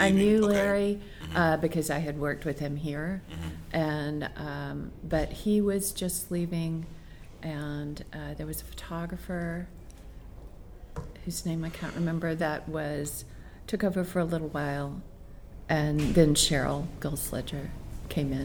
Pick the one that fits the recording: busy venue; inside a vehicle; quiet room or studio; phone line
busy venue